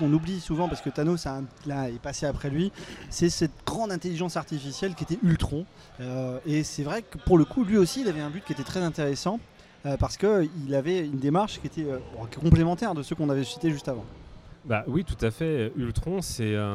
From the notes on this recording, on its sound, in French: Une première tranche du dernier festival de Génération Multivers , enregistrée pendant notre direct. Le festival génération Multivers, Direct radio #1. Une première tranche du dernier festival de Génération Multivers , enregistrée pendant notre direct. En compagnie des nombreux invités qui sont venus à notre table.